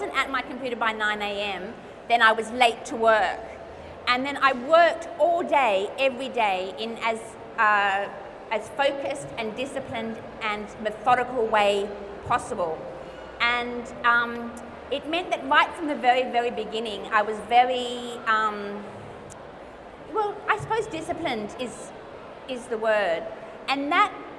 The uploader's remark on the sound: It's our first LIVE episode! CapriCon Rockhampton 2019.